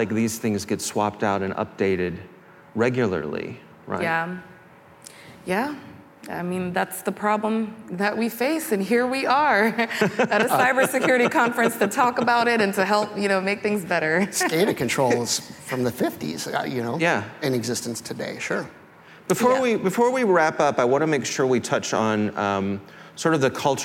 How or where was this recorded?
live audience